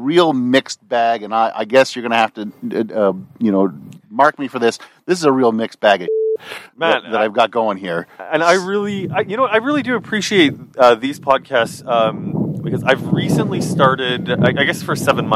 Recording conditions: outdoors